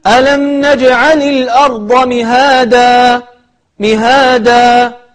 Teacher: تقلب هذا التنوين إلى ألف، وتمد هذا الألف مدا طبيعيا بمقدار حركتين